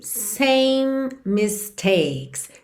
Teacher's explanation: Same termina o som no M, porque o E final não é pronunciado. Mistakes começa em M, então você mantém um M só